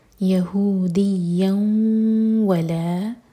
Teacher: یہودیوں یا کو اسٹرانگ پڑھیں گے، یا پر شدہ ہے اور تنوین کے بعد واو، تو یہاں پر ادغام غنہ کے ساتھ، تو میک شیور کہ دو سیکنڈس کا ٹائم دیں اور ناک میں آواز لے جائیں